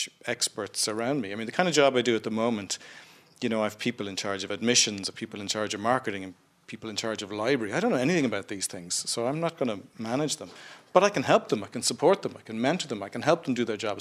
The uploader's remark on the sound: A special programme recorded in front of a live audience at a Dublin Tech Summit event.